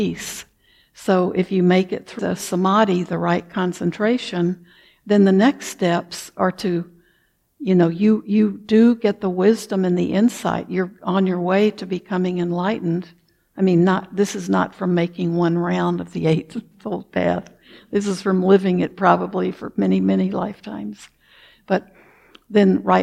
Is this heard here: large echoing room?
yes